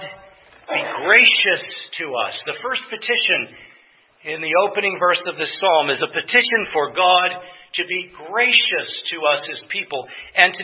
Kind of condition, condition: setting, large echoing room